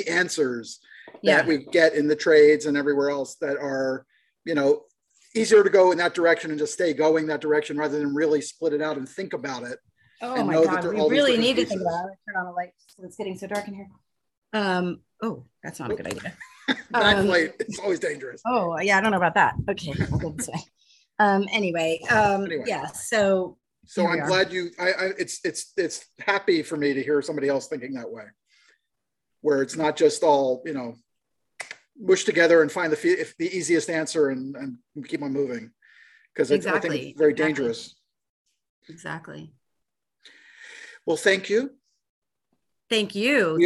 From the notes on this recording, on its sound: Shot via Zoom